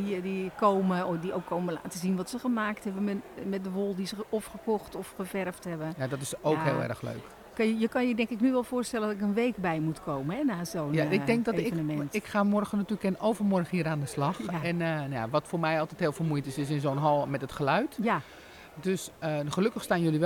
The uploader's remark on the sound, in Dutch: Vandaag een live uitzending vanaf de Handwerkbeurs in Houten!